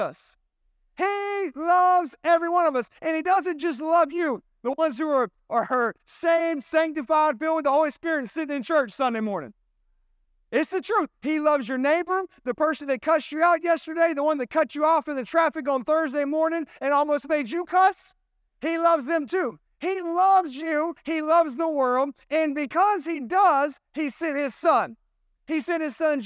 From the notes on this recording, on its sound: This sermon was recorded at Family Worship Center in Columbia, SC on Sunday, September 17, 2023.